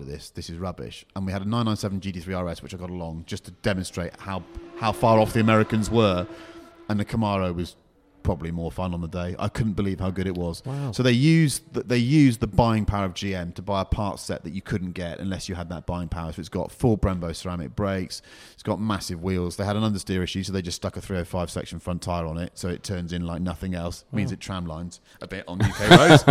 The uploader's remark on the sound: live from Goodwood!